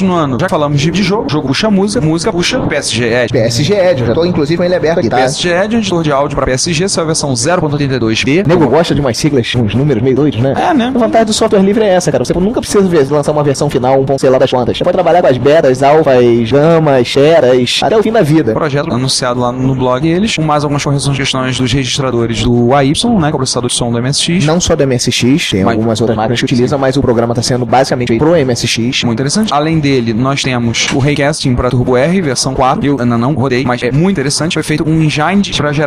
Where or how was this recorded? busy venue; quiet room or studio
busy venue